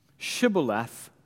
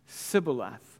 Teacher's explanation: the Ephraimites, they couldn't say this sh sound · Shown in: second take